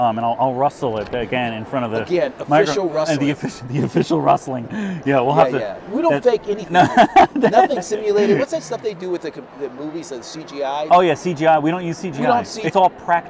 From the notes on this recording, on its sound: Recorded from Care Net's National Conference in Mobile, Alabama. The 2023 National Conference had 1,600 attendees, an all-time record.